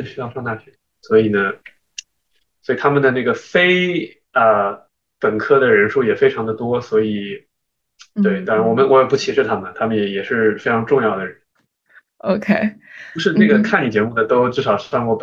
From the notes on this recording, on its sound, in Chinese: 本期节目为线上录制